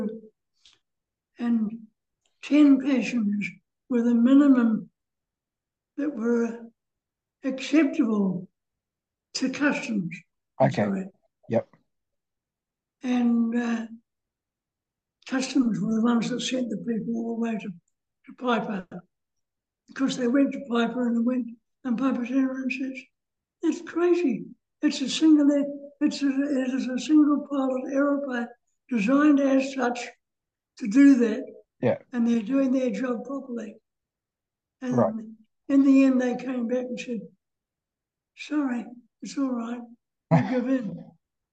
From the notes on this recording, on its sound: talks via Zoom